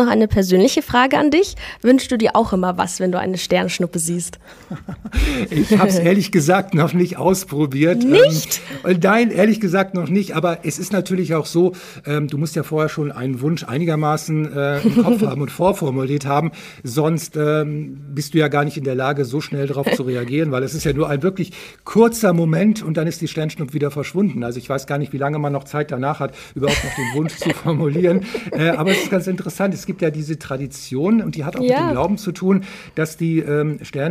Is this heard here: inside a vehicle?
no